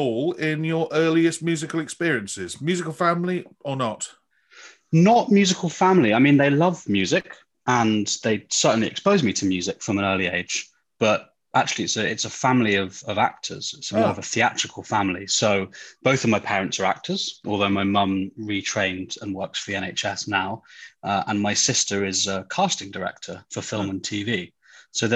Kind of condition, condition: link, video call